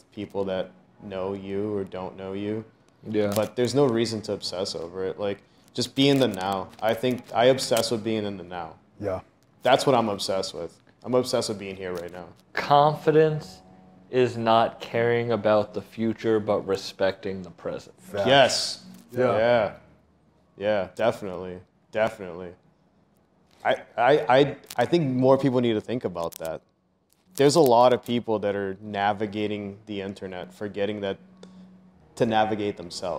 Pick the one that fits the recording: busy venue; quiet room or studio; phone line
busy venue